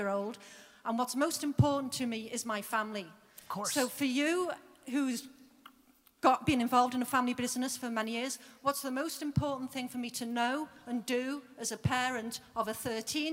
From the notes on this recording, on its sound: A Keynote: Real Talk Summit, Vancouver 2017.